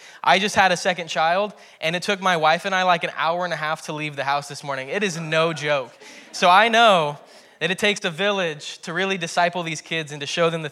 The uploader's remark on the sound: preached at Hermiston Assembly on July 25, 2021.